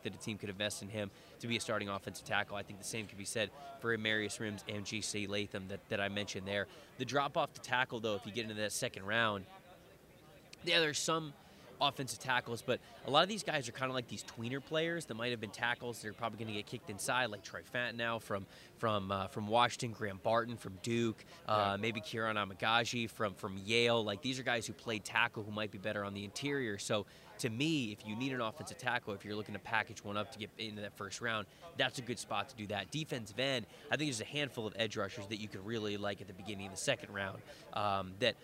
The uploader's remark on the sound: live from the NFL Combine in Indianapolis